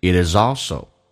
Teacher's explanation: 来看一下 it 跟 is 有连音，叫 itis